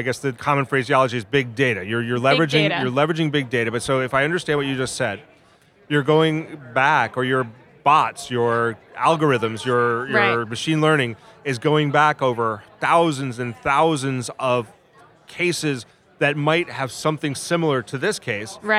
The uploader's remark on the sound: Recorded at ABA TECHSHOW 2017.